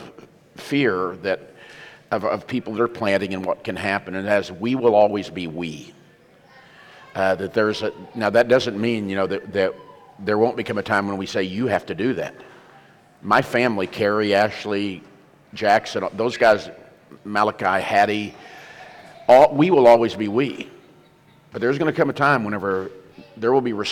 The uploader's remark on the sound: Hosted live at The Crossings Church St. Charles County in O’Fallon, MO. This content was featured at the 2023 Campus Ministry United Workshop: Beautiful Feet.